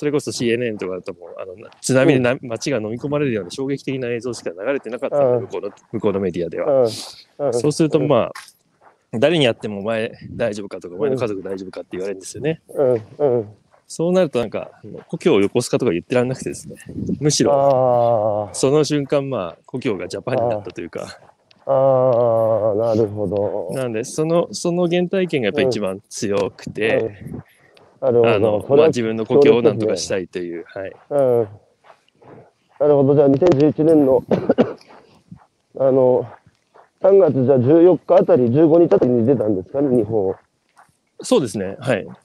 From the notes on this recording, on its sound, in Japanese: 歩きながら1時間、対談する